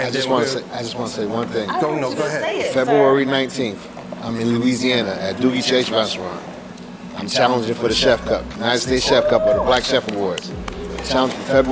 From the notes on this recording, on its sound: LIVE #special #edition of A Cup of Resilience #podcast on location at Grits & Eggs Breakfast Kitchen in Vinings, GA.